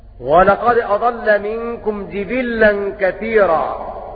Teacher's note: وقرأ روح عن يعقوب بضم الجيم والباء وتشديد اللام